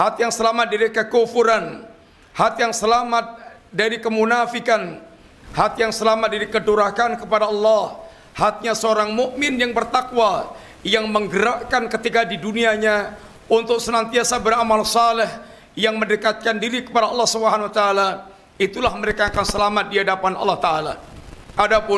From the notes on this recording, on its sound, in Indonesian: Ini adalah rekaman live Khutbah Jumat